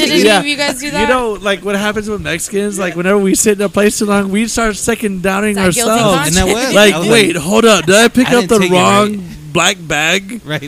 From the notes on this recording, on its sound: Live from Kimbo’s Saloon. Recording live from one of San Angelo’s oldest saloon, Kimbo’s Saloon.